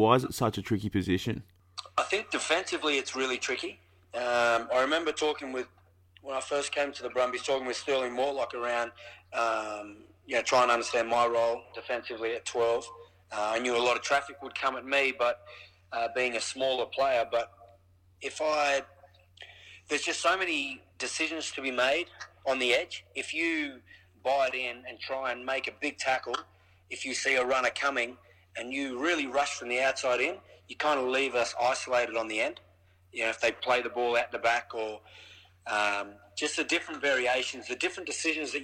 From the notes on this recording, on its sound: Picks up the phone following Australia's win v the All Blacks.